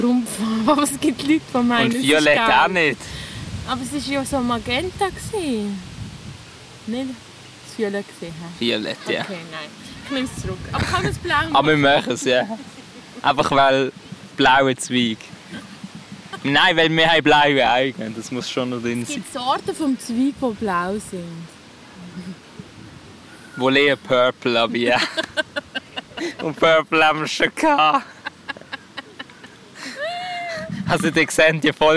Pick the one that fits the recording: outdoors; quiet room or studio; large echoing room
outdoors